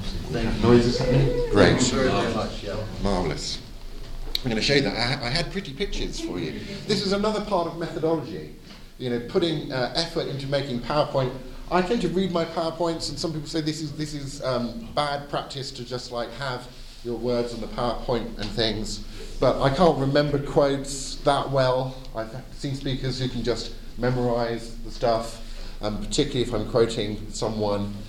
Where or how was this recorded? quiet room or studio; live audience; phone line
live audience